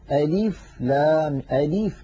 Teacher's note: بعض إخواننا يمطون كسرة اللام قليلا فيقولون أليف لام أليف، من حرصهم الزائد.